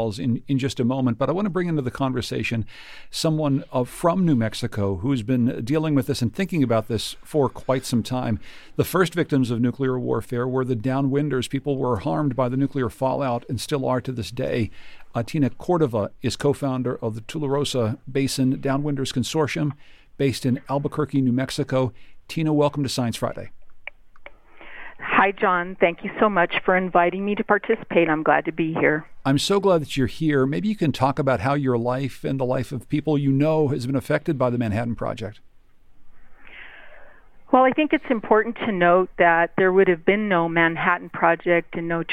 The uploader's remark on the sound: In this live call-in show